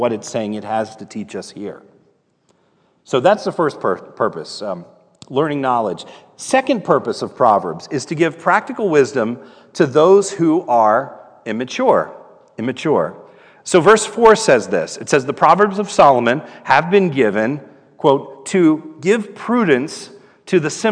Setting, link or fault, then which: setting, large echoing room